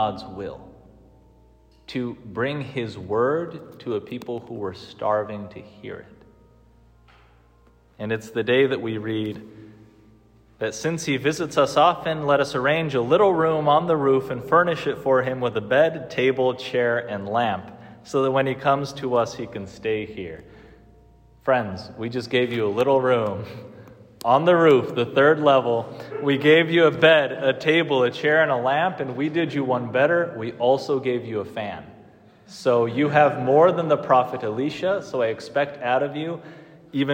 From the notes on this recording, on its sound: Preached on the move in day for the propaedeutic seminarians at Mount Angel Seminary. The bells for the monks were ringing like crazy during the readings and stopped at the Gospel.